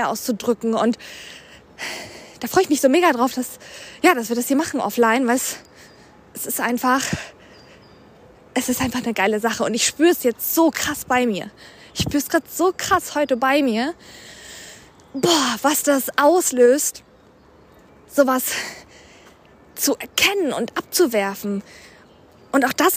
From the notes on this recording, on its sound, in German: Und auch diese Episode ist wieder im Walk & Talk entstanden. Die Fragen, meine Antworten und du waren bei meinem Spaziergang dabei.